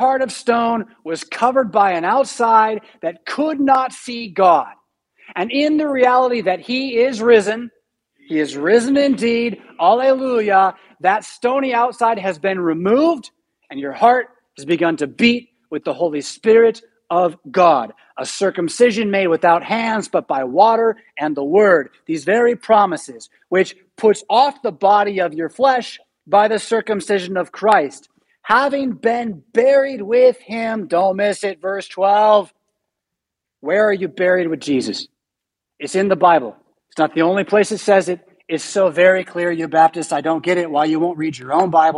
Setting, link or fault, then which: setting, large echoing room